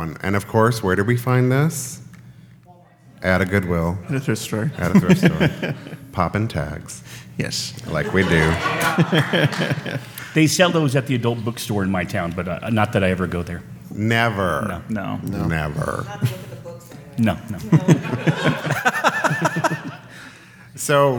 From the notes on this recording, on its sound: This week’s episode was recorded live in front of a studio audience in Las Vegas at Pride48.